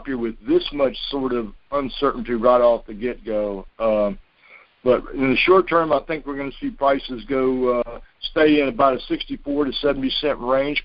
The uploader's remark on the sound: Monthly Conference Call On Cotton.